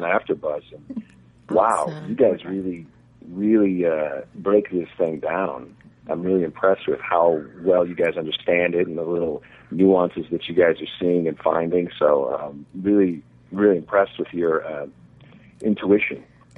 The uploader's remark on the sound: joining the hosts by Phonecall are special guest